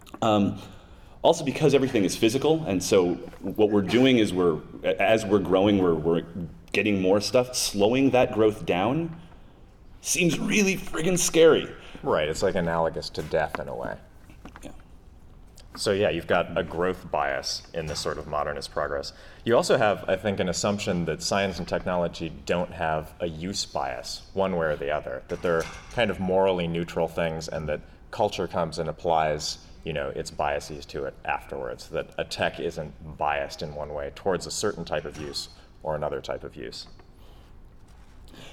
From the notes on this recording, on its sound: a panel they gave at South by Southwest Interactive